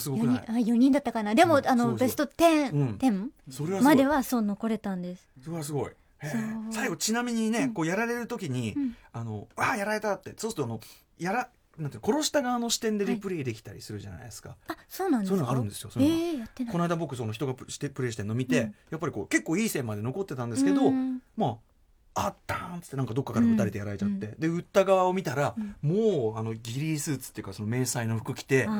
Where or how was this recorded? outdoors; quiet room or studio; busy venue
quiet room or studio